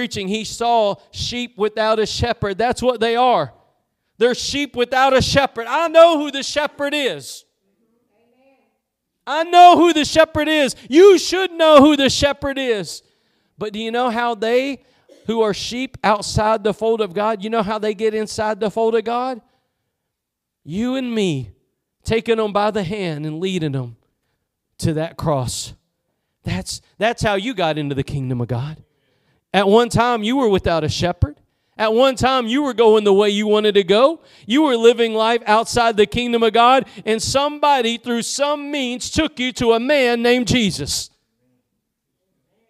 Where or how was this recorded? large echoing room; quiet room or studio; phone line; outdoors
large echoing room